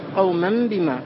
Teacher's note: وسبب القلب ما في النطق بالنون الساكنة قبل، ما في النطق بالنون الساكنة قبل الباء من العسر لاختلاف مخرجيهما، مع منافرة لين النون وغنتها لشدة الباء. وهذا القلب واجب في اللغة، فلا يصح إبقاء النون نونا هنا، بل لا بد من قلبها ميما